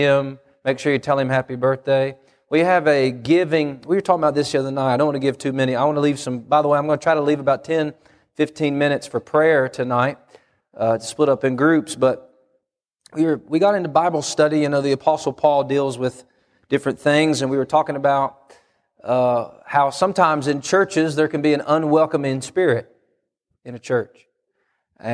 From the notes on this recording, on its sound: Wednesday PM Service